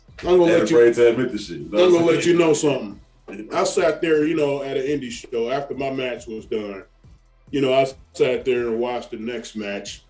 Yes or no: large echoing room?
no